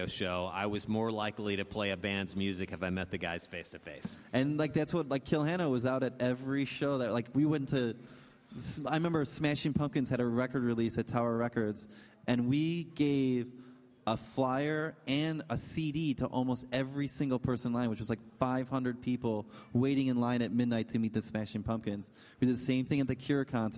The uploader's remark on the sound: In a live podcast panel recorded last month at Rockit Bar & Grill